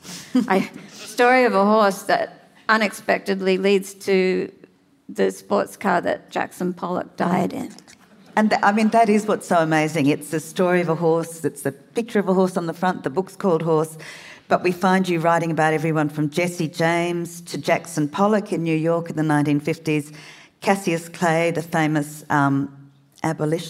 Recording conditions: live audience